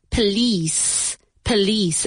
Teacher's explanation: Emphasis on the second syllable.